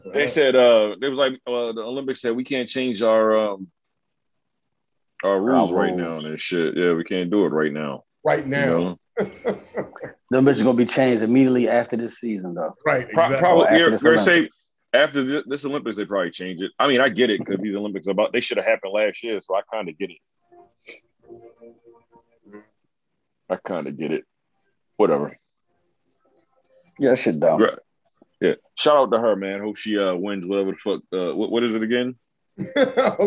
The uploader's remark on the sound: Due to some technical difficulties, we recorded virtually this week.